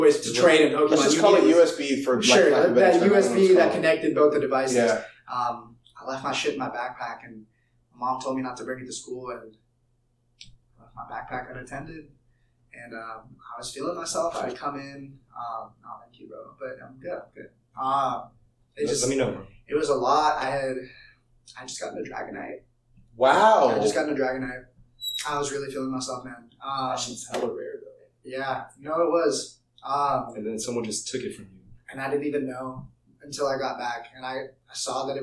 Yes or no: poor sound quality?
yes